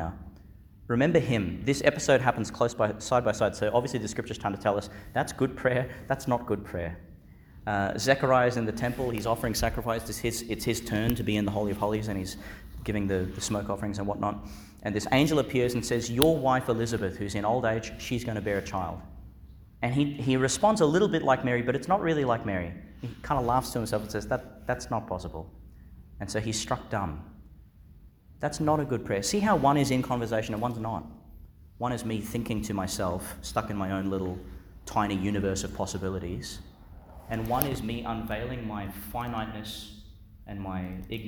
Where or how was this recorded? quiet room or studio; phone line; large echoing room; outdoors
large echoing room